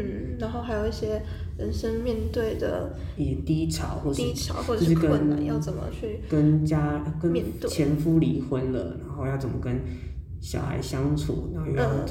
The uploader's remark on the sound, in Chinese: 回音較大，請見諒